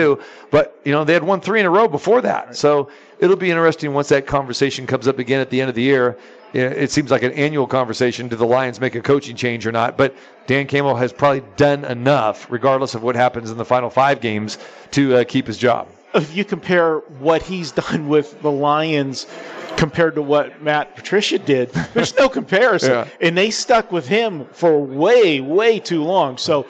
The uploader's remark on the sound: live from the Superbook at the Westgate